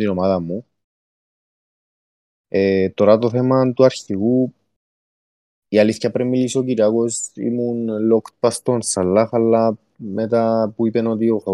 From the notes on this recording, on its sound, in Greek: Live συζήτηση στο discord του FPL Cyprus